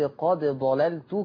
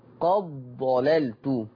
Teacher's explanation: الإدغام لكي يتم، أنا لو قلقلت قلت قاد ضلالت كده أظهرت، لأن القلقلة صفة القلقلة هتظهر الحرف. طب عشان أضغم الدال في الضاد لا تقلقل الدال · Shown in: second take · Term: إدغام الدال في الضاد